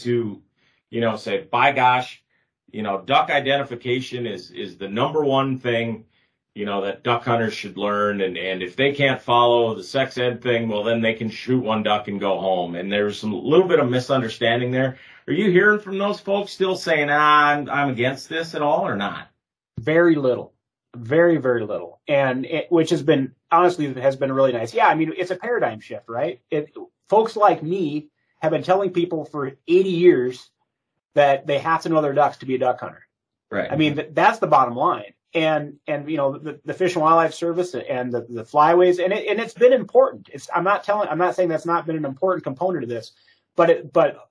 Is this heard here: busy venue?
no